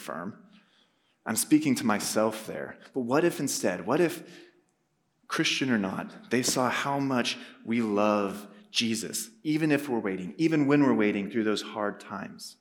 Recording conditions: live audience